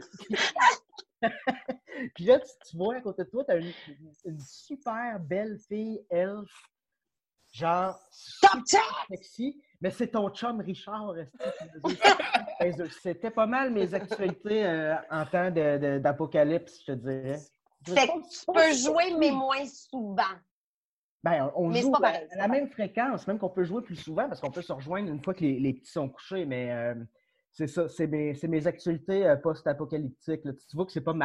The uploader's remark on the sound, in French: La classe a eu lieue sur Zoom, en vidéoconférence.